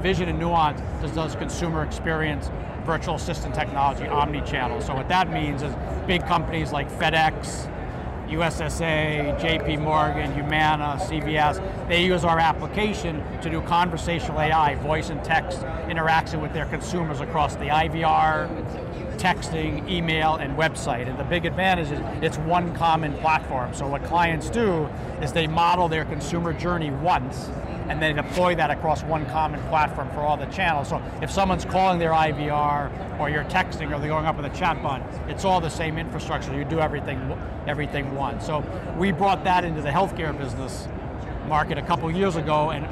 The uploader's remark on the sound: Interview in Action live from HLTH